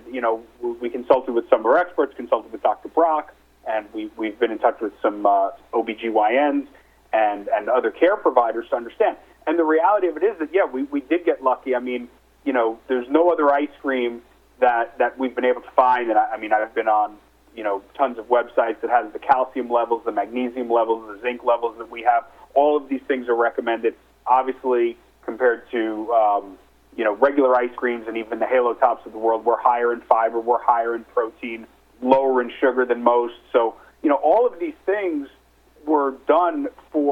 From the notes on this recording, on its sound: called in to SmallCapVoice.